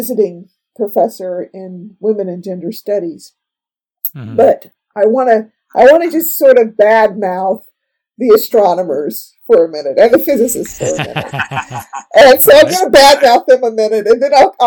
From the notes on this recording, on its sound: Unfortunately, the audio quality isn't as good as I'd hoped. There's a terrible echo on my voice which comes and goes as the recording plays. I've done my best to clean it up, but it was just a bad recording and there's only so much I can do!